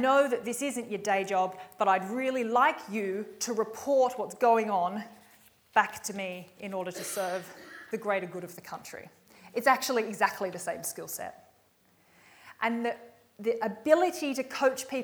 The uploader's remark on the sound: recorded live at REBar Camp 2018